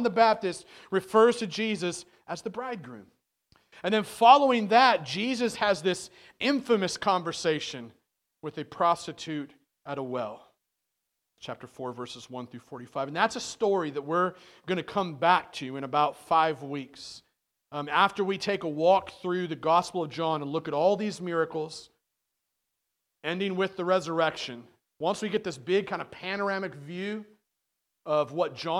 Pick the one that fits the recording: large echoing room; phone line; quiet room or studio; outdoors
large echoing room